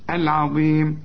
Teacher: العظيم اللام والعين مرققين